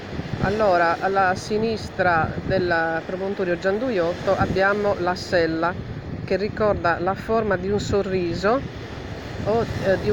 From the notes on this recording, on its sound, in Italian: Podcast prodotto in data 15/08/2022 dalla spiaggia del Poetto per audiodescrizione a voce diretta su microfono bloccato.